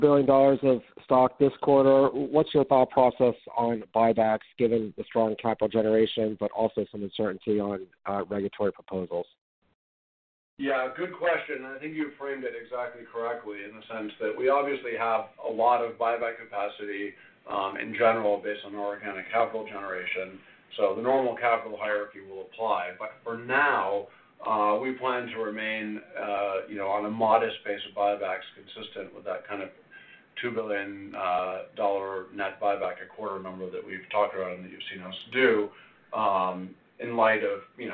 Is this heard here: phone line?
yes